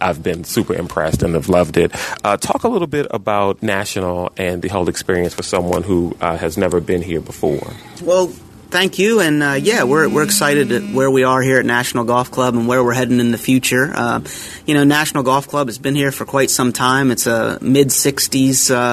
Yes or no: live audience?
no